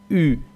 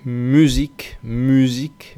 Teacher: Esta U es intermedia entre una U y una I. Y podemos conseguir pronunciarla pues poniendo la boca para decir una U, pero cuando vamos a hablar decimos una I. · Term: el sonido U